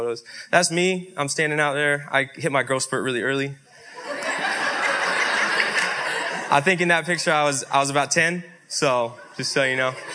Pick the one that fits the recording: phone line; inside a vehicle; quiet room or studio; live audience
live audience